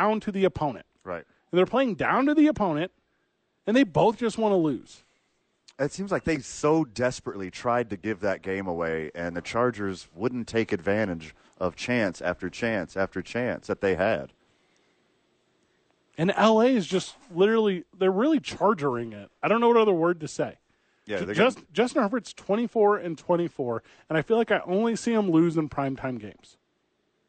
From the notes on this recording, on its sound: Live from the YMCA.